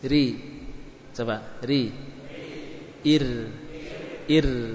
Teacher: ini maksudnya tipis, jangan diangkat suaranya langit-langit. Ir, bukan ir.